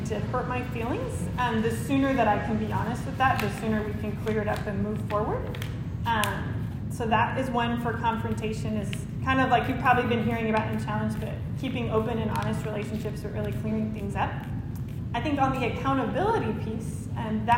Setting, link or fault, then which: setting, large echoing room